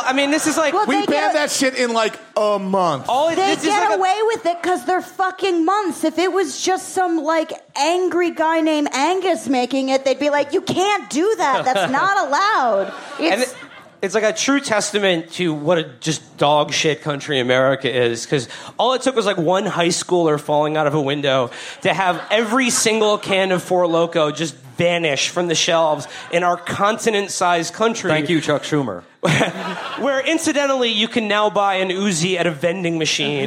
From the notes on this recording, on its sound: Our June 3rd live show from Glasgow, Scotland's home of tonic wine and knife crime.